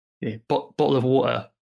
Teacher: British people do like to use the glottal stop